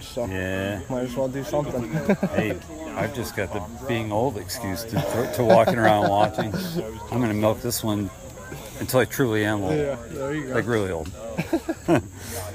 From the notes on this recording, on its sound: Spontaneous podcast recording can be difficult when trying to cover a lot of mini-interviews. In between the interviews during the comp I recorded the atmosphere during the event to give you all the sounds of riding with fans shouting their approval.